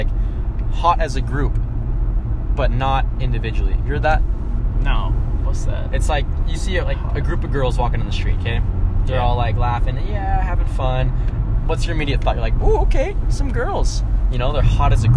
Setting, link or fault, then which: setting, inside a vehicle